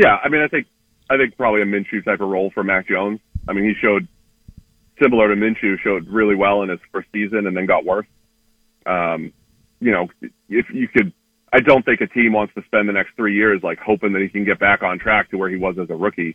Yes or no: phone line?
yes